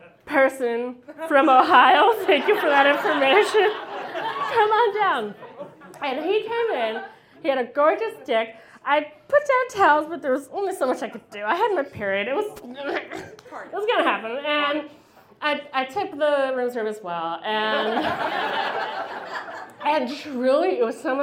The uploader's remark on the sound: About Last Night is a monthly recurring episode releasing a single story from the previous evening's live event! Goes south is a live storytelling event out of Charlotte, NC. This podcast combines audio recordings from these live events. Goes south live events take place on the 3rd Tuesday of the month at Petra's in Historic Plaza-Midwood, Charlotte, NC.